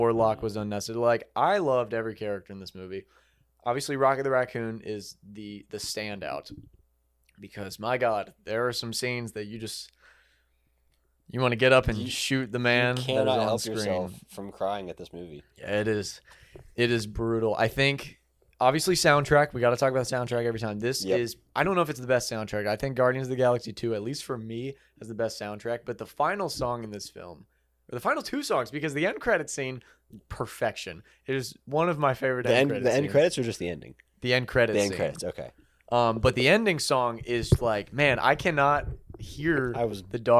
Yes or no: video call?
no